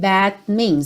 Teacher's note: Percebe como você também quase não ouve o T final do that · No que eu tô levando minha língua aqui pro céu da boca, that, o meu lábio já tá fechando para fazer o M do means